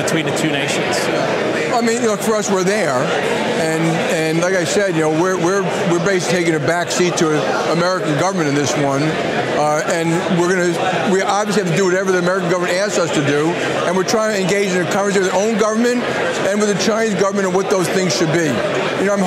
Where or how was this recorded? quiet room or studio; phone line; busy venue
busy venue